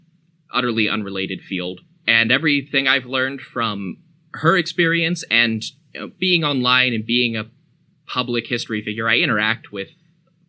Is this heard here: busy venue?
no